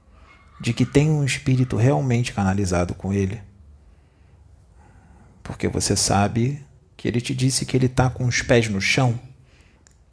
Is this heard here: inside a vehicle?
no